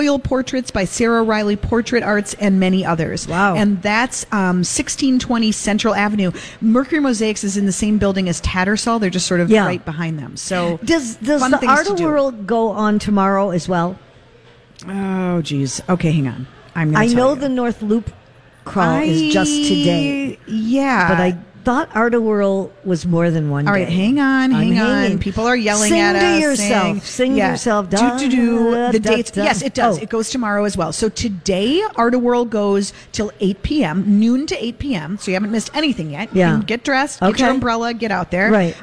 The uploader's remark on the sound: live at Revolution Hall at Rosedale Center